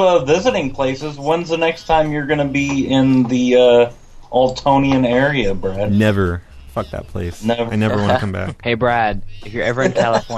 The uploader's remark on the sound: Prank Phone Calls